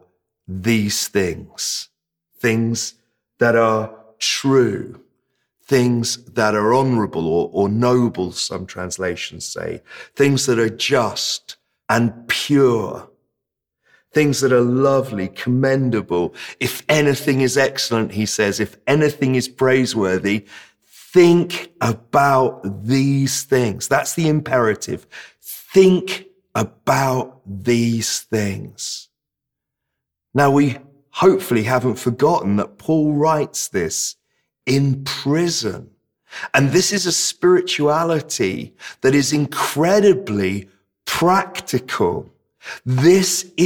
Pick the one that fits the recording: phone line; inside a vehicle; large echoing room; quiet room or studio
large echoing room